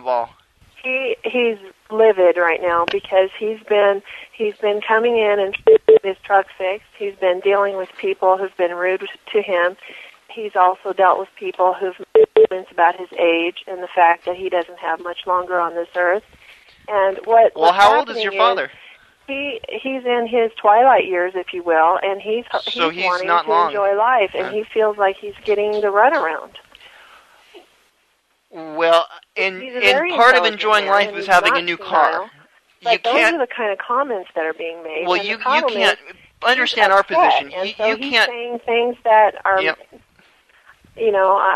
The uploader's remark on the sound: …'s Personal Prank Phone Calls Collection.